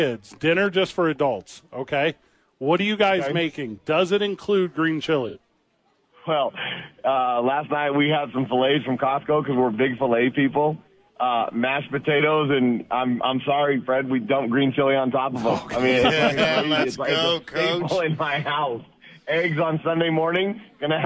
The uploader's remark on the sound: live from the YMCA